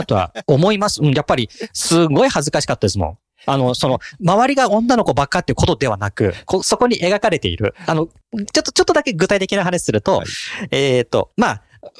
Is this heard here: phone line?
no